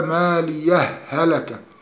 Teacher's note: إضغام هاء ماليه في هاء هلك إضغام متماثلين صغيرا من غير غنة